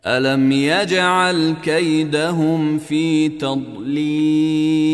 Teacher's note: القلقلة في الجيم يجعل والضاد ما فيها قلقلة